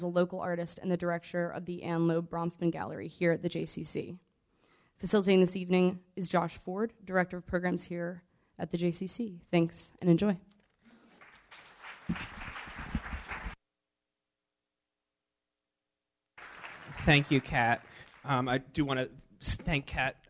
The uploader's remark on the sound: Panel Discussion at DCJCC